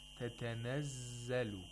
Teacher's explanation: The first one is not released. You don't release the first one. You just hold it. After pronouncing the second one, you release it.